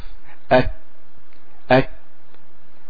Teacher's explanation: حرف الكاف حرف شديد ينحبس عنده النفس